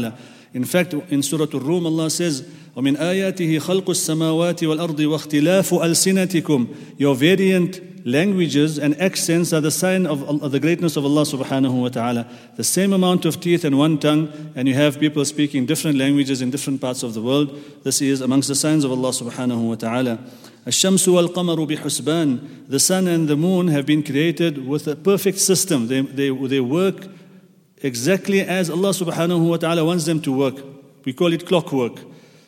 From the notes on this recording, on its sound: at the Houghton Masjid (West Street)